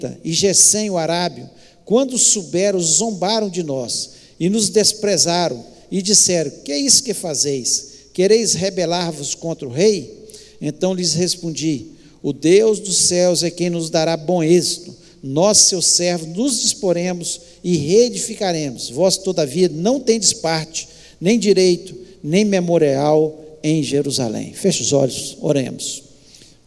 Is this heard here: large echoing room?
yes